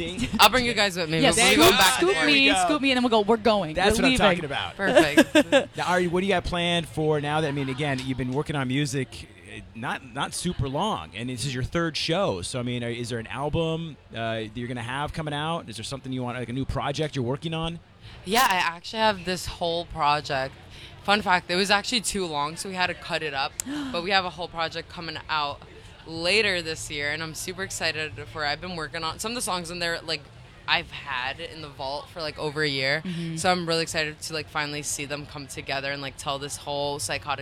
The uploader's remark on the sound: The Mix is live backstage at Lollapalooza 2023!